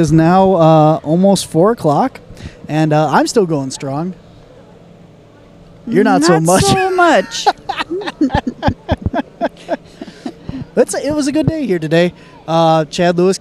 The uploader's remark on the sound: Today's show was recorded at the Hodag Heritage Days Festival in Rhinelander Wisconsin, Home of the Hodag!